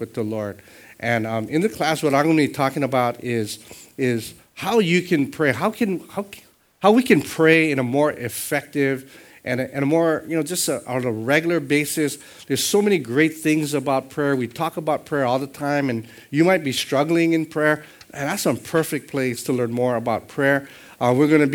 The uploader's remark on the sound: Sunday Worship Service